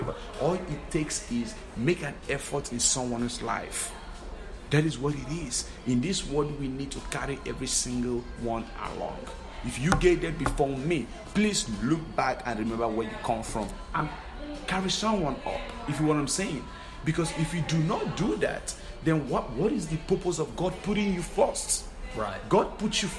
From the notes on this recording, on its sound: broadcasting live from the SKILLS USA event in Louisville, Ky.